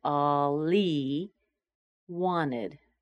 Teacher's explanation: I've just removed the H from he, so it sounds like all he wanted. And notice how I've removed the T, that's not a connecting sound, but the T in wanted is missing because there's an NT and a schwa, wanted.